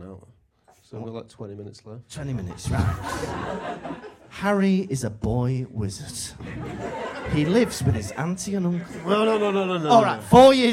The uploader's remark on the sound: Recorded live in Manchester.